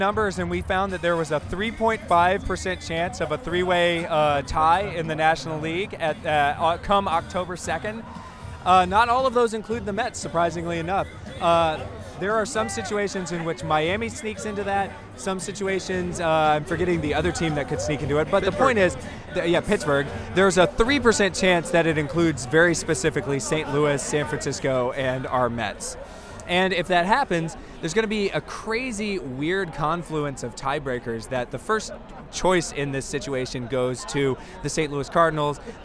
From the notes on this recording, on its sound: Live From Citi Field. We're coming to you from the most exciting Mets game of this roller coaster season.